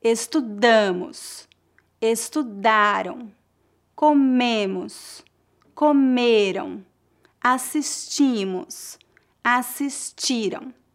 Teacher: para os pronomes no plural tem a tônica na penúltima sílaba